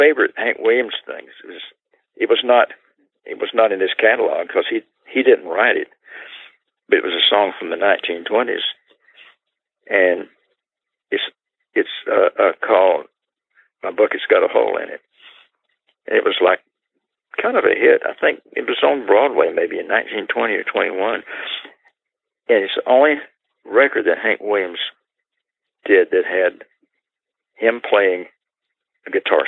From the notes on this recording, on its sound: he joins us by telephone